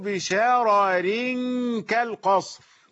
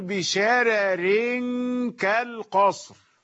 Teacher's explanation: ورش يرقق الراءين عند الوصل · Shown in: second take